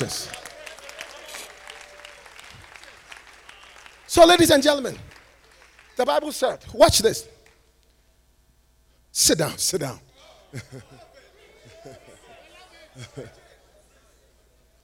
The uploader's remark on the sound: North American DaniePaul Conference was held 9-12 Nov 2022 in Las Vegas, NV.